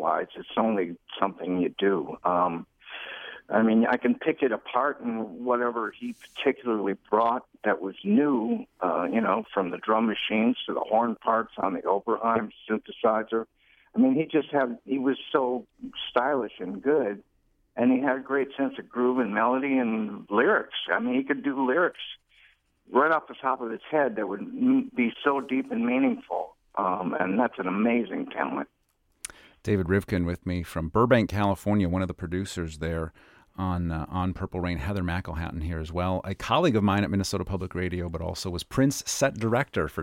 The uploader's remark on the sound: A host of fans, friends and crew calling in to share their memories.